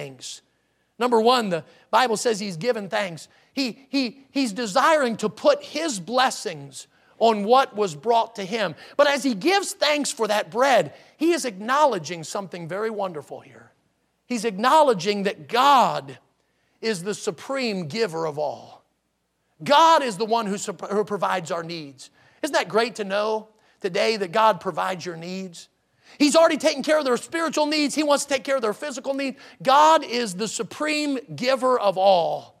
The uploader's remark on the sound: in the Sunday Morning Service on October 9, 2022, at Victory Baptist Church in Boonsboro, Maryland.